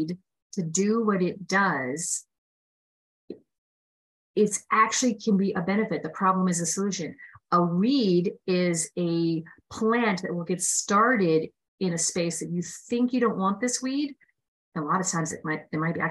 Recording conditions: video call